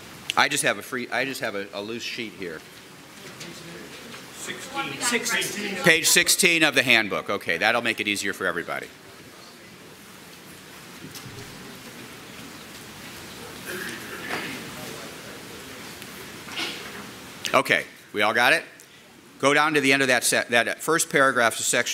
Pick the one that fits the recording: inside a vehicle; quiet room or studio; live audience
live audience